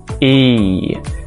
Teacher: This is a closed front vowel sound. So the mouth is closed, the tongue is close to the top of the mouth and the front of the mouth. It is a tense vowel sound.